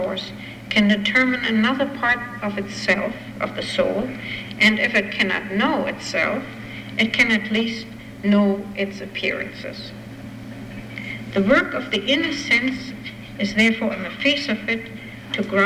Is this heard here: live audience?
yes